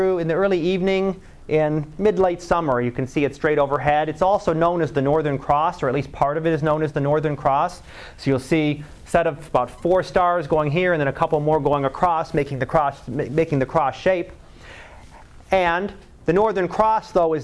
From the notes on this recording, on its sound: Live Class Lecture.